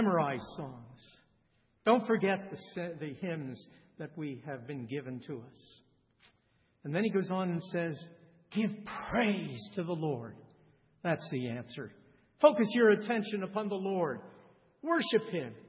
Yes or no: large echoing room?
yes